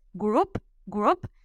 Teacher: que suene la P fuerte al final, group. Hay una O y una U, pero esta O y esta U se mm, juntan y se funden y se convierten en U, group, group y que suene la P.